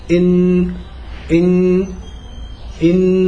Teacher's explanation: تشعر أن الصوت شوي أضعف، صوت الغنة فيه ضعف قليلا